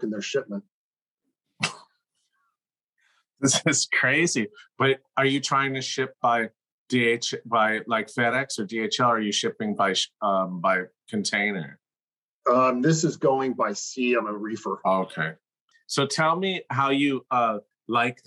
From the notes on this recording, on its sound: Zoom interview